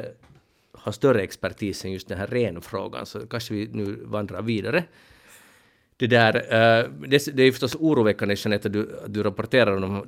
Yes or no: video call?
no